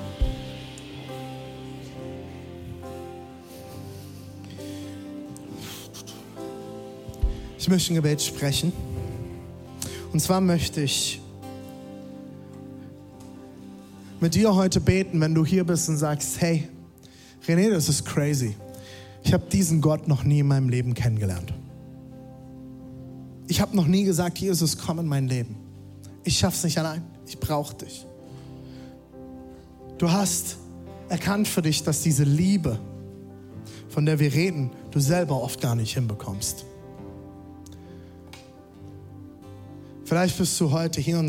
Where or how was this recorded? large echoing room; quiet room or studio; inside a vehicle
large echoing room